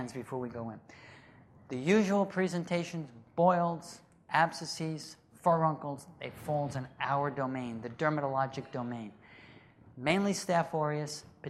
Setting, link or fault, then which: setting, large echoing room